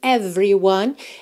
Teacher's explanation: Atenção que a gente não costuma pronunciar esse E do meio aí dessa palavra, tá? Então, você pensa em every, do V direto pro R.